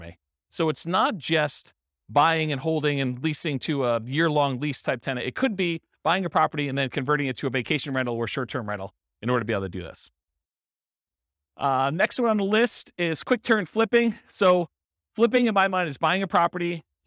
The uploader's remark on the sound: This was a live class recorded. Charlotte, North Carolina.